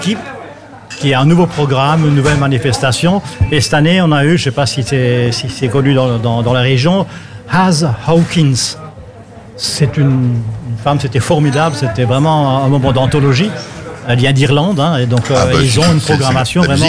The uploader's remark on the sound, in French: Dans le cadre de la fête de la musique à Munster le samedi 24 juin. En direct depuis le restaurant La table des malker.